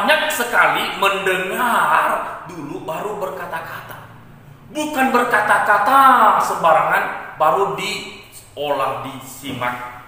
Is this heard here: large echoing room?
yes